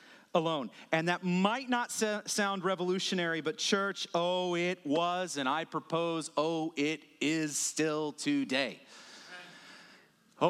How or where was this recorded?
large echoing room